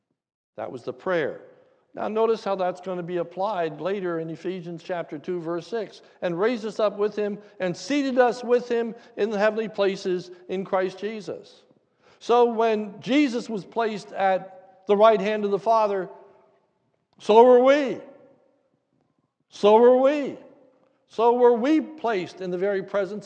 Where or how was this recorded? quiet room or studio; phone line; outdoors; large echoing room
large echoing room